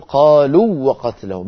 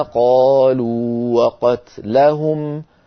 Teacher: فنمد الواو الأولى ونعطيها حقها من الزمن · Shown in: second take · Term: حرف مد